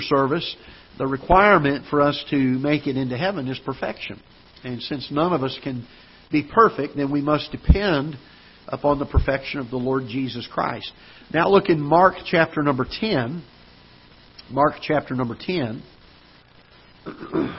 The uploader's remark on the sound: Ketha Heights Baptist Church ~ Live Broadcast